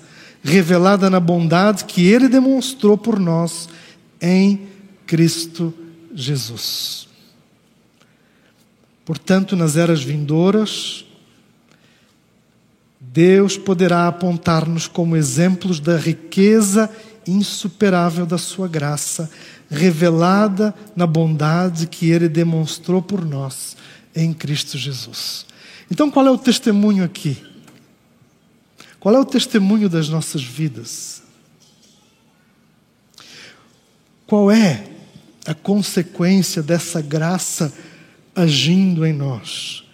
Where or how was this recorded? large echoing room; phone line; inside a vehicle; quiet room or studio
large echoing room